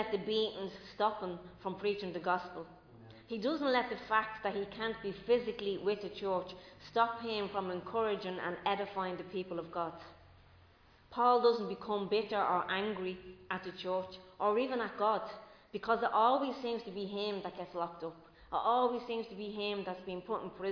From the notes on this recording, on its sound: Recorded live in Liberty Church on 5 June 2022